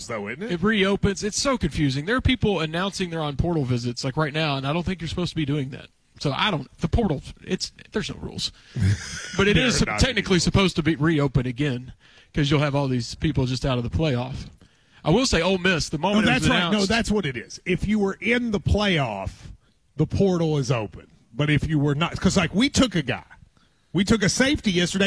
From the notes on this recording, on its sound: KSR is Live from KSBar & Grille